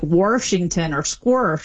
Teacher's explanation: And then there's the intrusive R, which is where you get an R sort of just stuck in the middle of places that never had one by people that typically don't drop their R elsewhere, and that's when you say like Washington or squirsh.